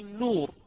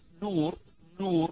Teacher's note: النور عندي نون متحركة بالضم وهي خفيفة ليست مشددة أيضا فيها غنة